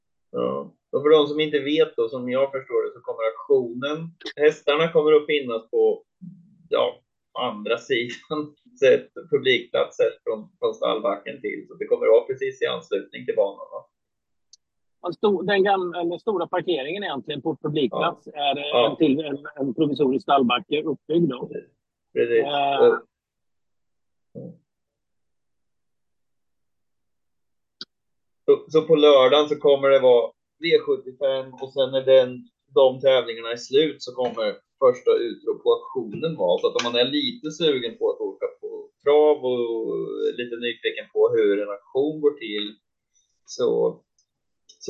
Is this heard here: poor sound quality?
yes